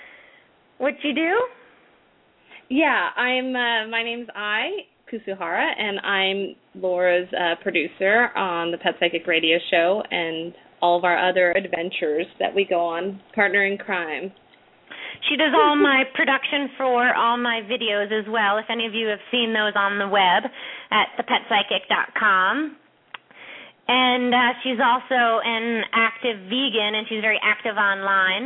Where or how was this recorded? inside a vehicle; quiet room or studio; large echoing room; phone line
phone line